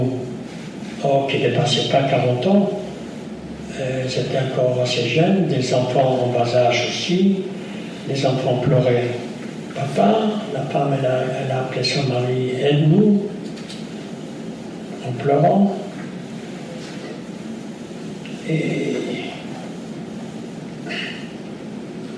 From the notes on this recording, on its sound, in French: Raconte, lors de cette conférence, son histoire.